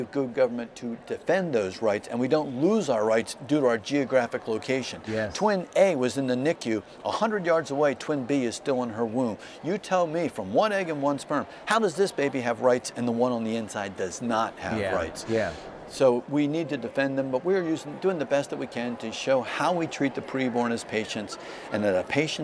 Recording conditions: busy venue